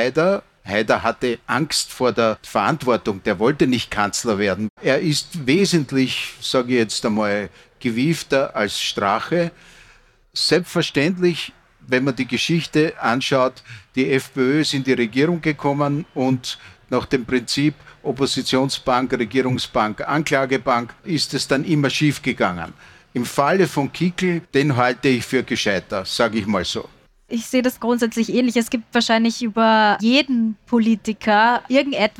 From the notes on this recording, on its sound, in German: Live auf der Messe "Buch Wien" diskutiert.